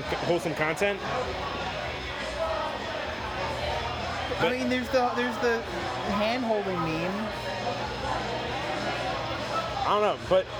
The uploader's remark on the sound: Saturday night at a brewery with live music